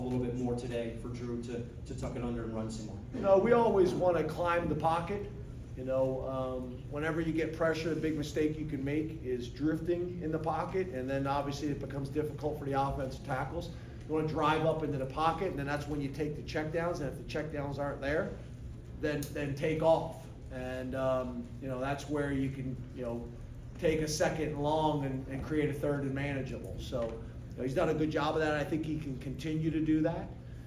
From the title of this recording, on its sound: postgame press conference